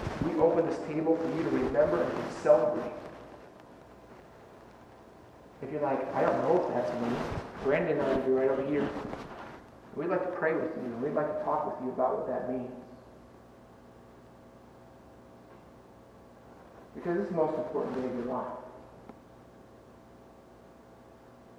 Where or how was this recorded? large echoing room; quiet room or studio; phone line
large echoing room